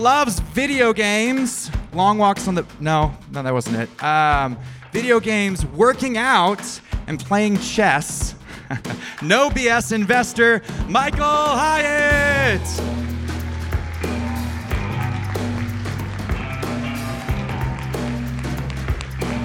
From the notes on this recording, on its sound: At The Pitch’s first-ever live show